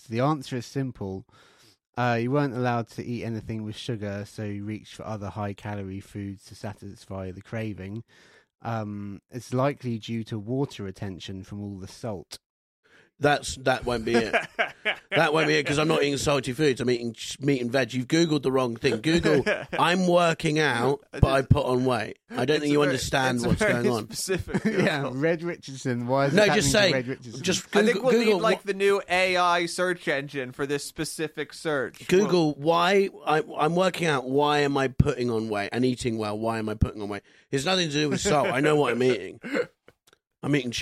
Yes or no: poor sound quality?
no